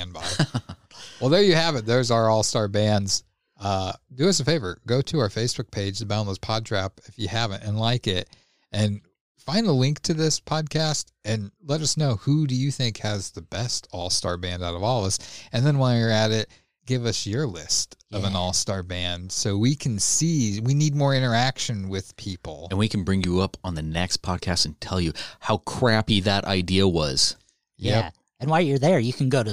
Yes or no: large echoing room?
no